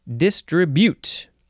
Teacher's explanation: They emphasize the first syllable and then the last syllable less so.